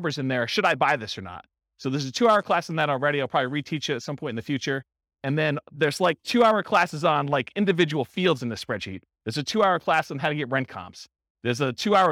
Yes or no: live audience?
yes